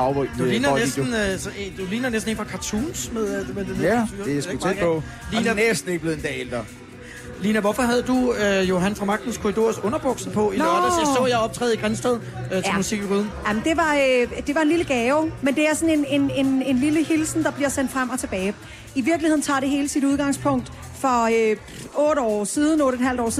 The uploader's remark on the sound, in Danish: Podcast fra en Smukfest special af Total90er sendt fra festival pladsen. På festivalen i Skanderborg.